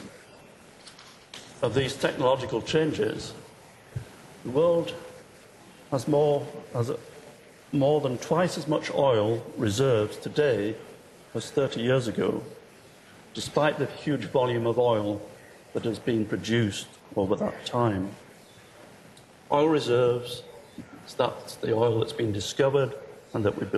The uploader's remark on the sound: Inaugural IFE Grand Challenge Lecture, recorded 8 March 2013 at QUT